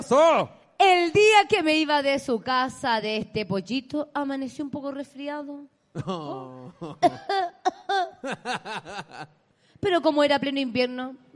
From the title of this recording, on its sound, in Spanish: En Vivo en el Comedy Restobar "El Ritual del Ajo"